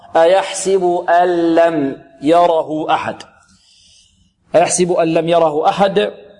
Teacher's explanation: نقلب النون إلى اللام ولا نغن، هكذا اللم، ننتقل من الهمزة إلى اللام، تحذف النون نطقا أو تضغم النون نطقا، تنقلب تماما إلى لام خالصة. · Term: إدغام بغير غنة